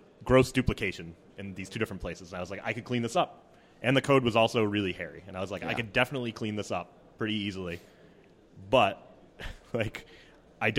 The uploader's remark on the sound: Live from RailsConf. We also field audience questions.